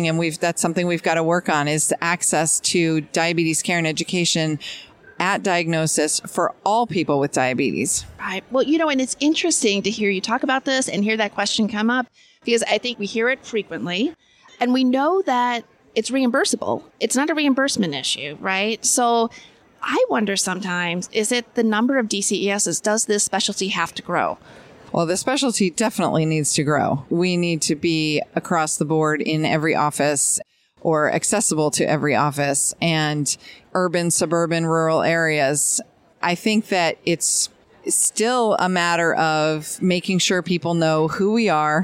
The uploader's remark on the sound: at ADCES22 in Baltimore, MD after she finished hosting a panel discussion.